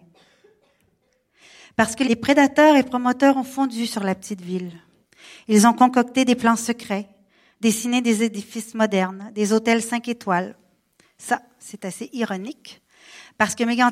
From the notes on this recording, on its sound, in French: Livré sur scène lors du Radio Live Magnéto le 22 octobre 2016. Au Radio_Live de Magnéto.